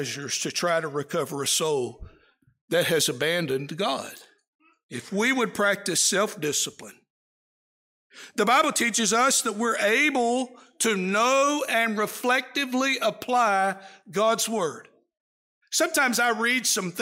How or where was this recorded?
large echoing room